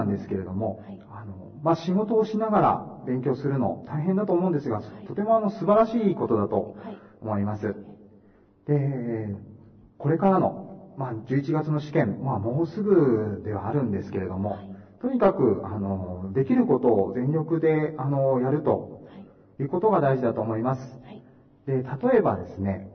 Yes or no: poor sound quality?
yes